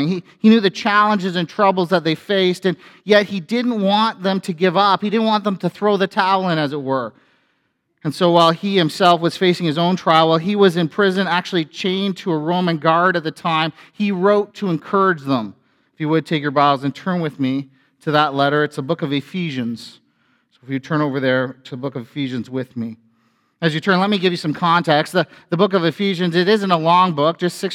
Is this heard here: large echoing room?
yes